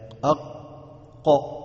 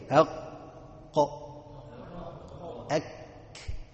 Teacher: والقاف اللسان بيستعلي فيها بيطلع فوق شوية